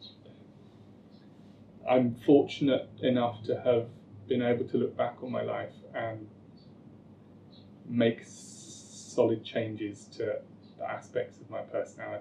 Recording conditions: poor sound quality